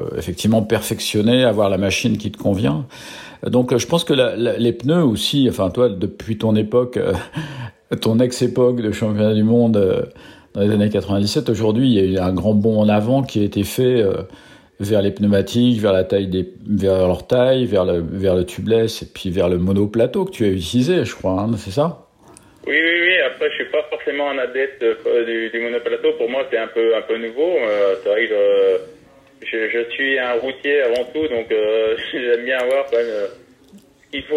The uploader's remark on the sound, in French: j’appelle au téléphone